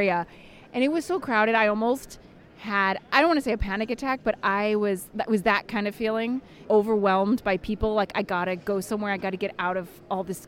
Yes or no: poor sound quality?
no